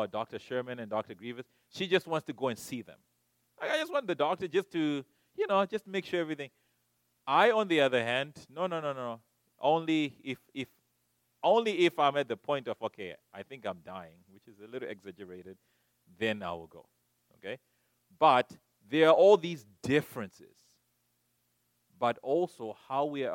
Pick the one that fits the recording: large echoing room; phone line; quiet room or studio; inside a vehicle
large echoing room